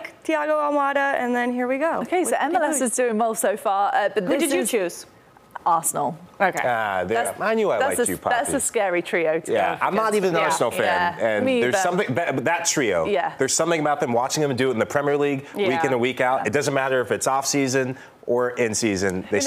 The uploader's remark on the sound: join the show from DC MLS All-Star Skills Challenge